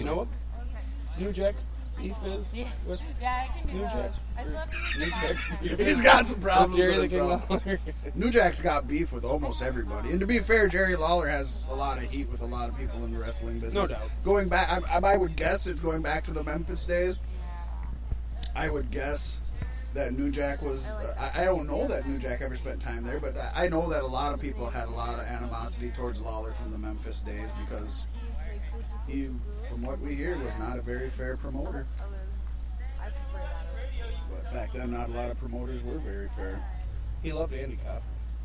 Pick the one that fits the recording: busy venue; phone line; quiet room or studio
busy venue